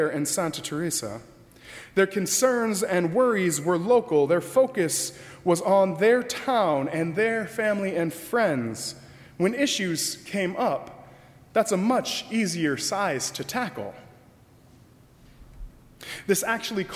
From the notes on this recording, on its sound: during the 10:30 AM service on Sunday August 19, 2018 at First Presbyterian Church of Arlington Heights, Illinois